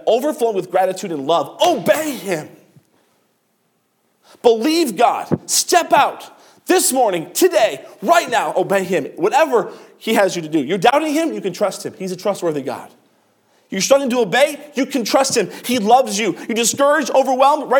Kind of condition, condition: setting, large echoing room